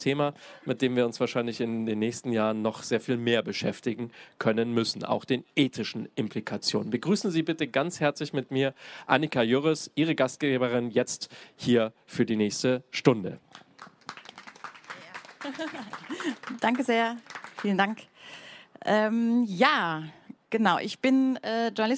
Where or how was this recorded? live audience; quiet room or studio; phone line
live audience